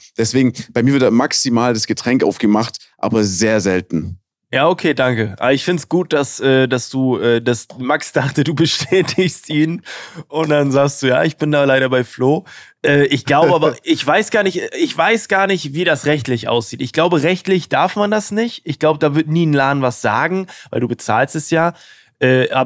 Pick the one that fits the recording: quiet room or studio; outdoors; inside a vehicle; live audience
quiet room or studio